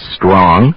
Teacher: Speakers from several languages tend to put an extra vowel sound before the hissing S sound. Instead of s, like in strong, many will add the vowel and do S, as in estrong.